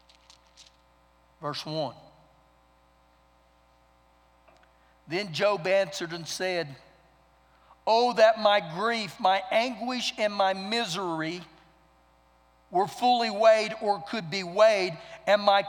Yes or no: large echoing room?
yes